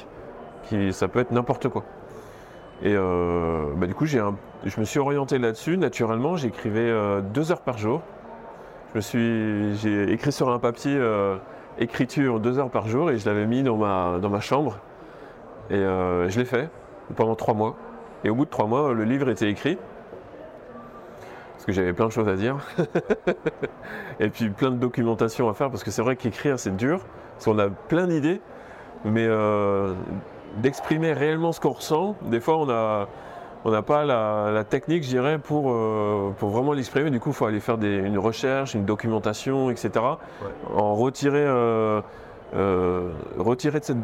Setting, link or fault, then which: setting, busy venue